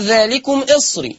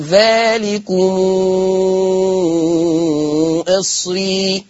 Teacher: هيقرأ بصلة ميم الجمع ست حركات · Shown in: second take